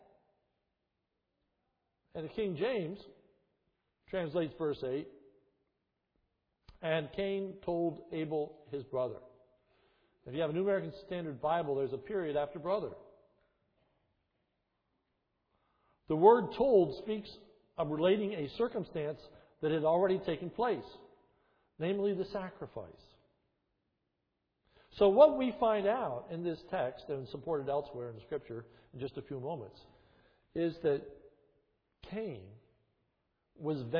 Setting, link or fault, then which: setting, large echoing room